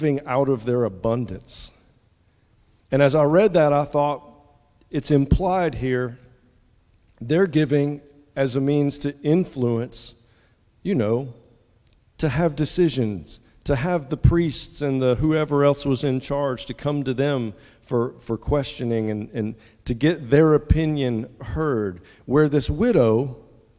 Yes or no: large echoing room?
yes